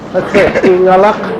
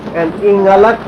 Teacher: that difference between the back K sound and the front K sound makes a lot of difference in Aleutic.